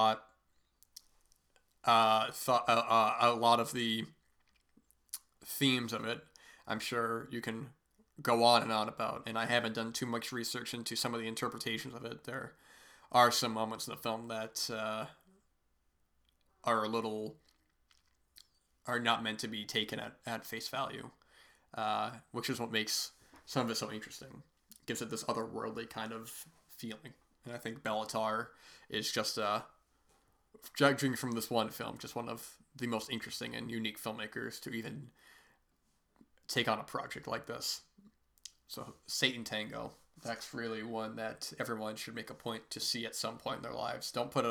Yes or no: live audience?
no